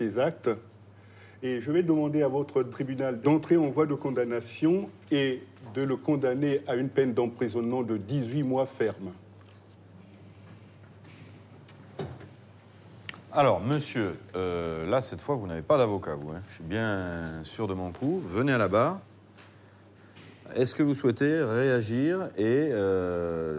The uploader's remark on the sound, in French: Exceptionnellement, l’enregistrement des audiences que vous allez entendre a été autorisé.